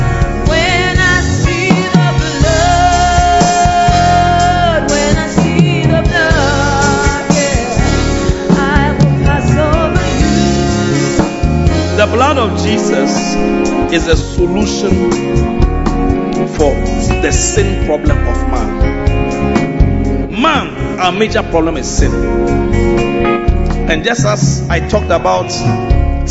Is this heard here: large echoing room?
yes